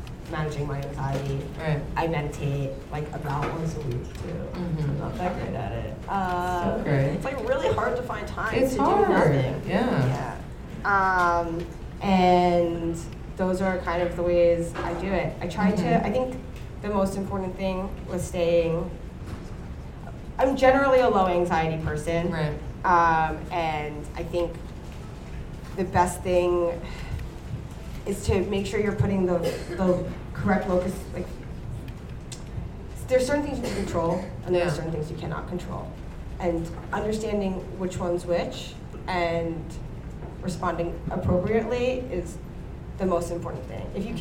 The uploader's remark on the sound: In this live episode from Caroline's On Broadway.